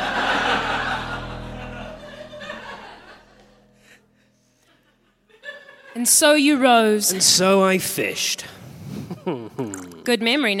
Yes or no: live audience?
yes